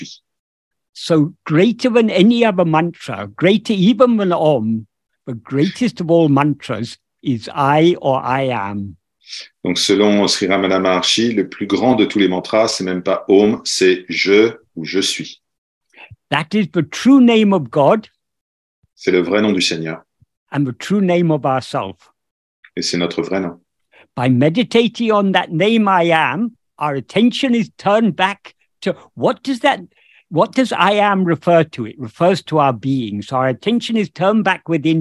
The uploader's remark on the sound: In a Zoom meeting with a group of Ramana devotees from Paris.